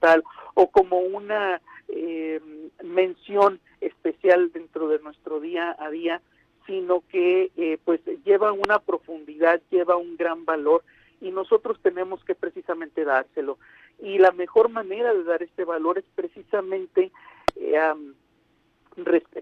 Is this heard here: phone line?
yes